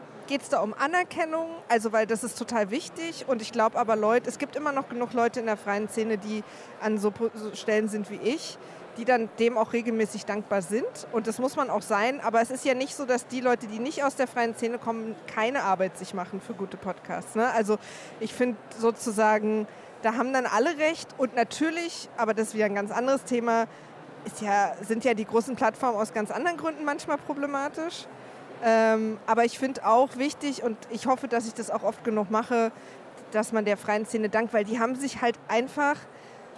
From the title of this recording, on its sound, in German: Live-Podcast von der Republica